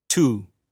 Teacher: If they end in a vowel and therefore end in ye, the ye sound often gets dropped in conversation.